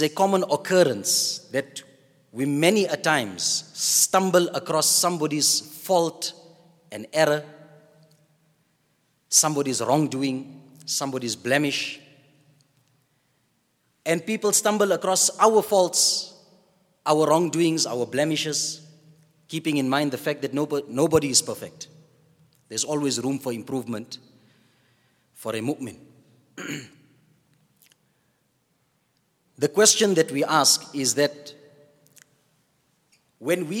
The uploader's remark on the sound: at the Houghton Masjid (West Street)